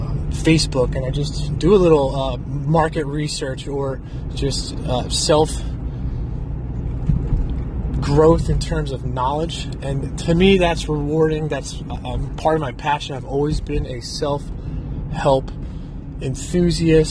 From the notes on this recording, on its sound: I'm so new to the podcast game that I just downloaded an app two days ago. I recorded myself this morning for 10 minutes on the commute from the gym to work. It's so raw I didn't even listen to it yet. Therefore, I'm not going to take the time to listen and edit.